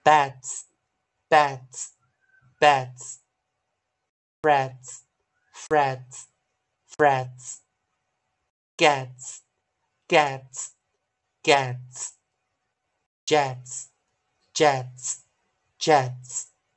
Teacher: 我们只要记得结尾这个 ts 是一个二合音，s 要轻化，念 ts tsts。哪一遍呢？bats, bats, bats, frets, frets, frets, gets, gets, gets